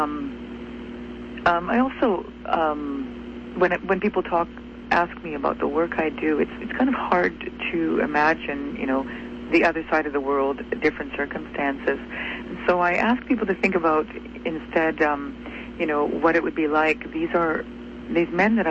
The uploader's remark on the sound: had a very special guest via phone